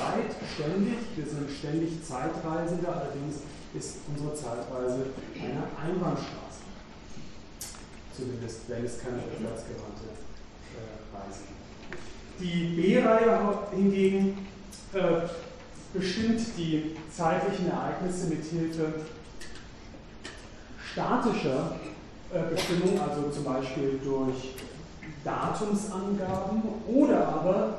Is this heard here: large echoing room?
yes